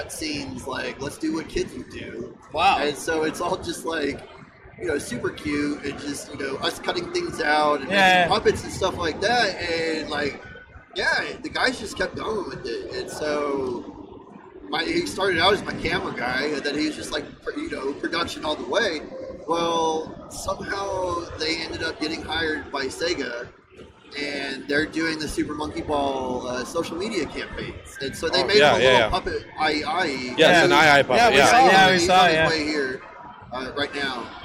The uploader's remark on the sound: The Caffeinated Creators take the Midwest Gaming Classic by storm! Podcast episode LIVE at the convention!